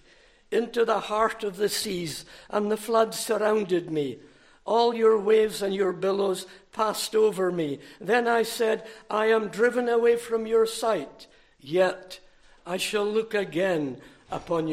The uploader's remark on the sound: recorded at North Harris Free Church on the morning of Sunday, 29 July 2023